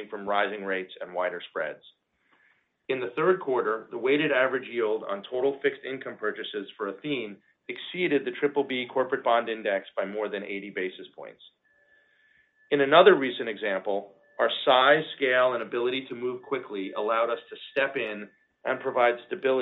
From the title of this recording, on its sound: Earnings Conference Call